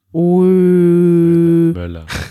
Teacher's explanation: <laughs> Und bei Möller ist es so, du versuchst, du machst den Mund, als würdest du O sagen, O, und versuchst dann aber ein E zu sagen.